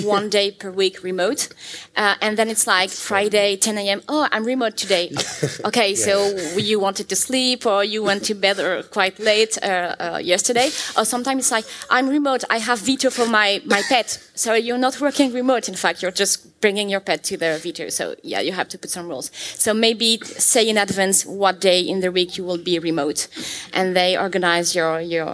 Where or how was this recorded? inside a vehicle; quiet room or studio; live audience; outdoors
live audience